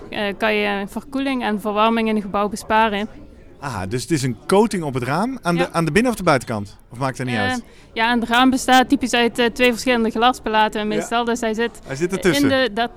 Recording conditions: busy venue